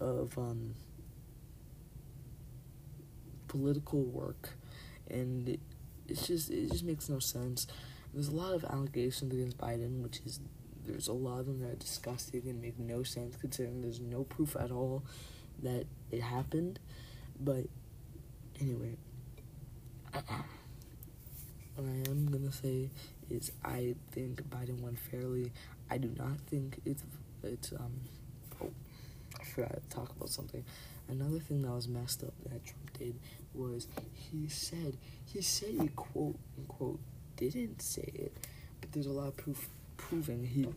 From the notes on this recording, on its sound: Pls turn up volume. Turn up volume my mic was low volume for some reason?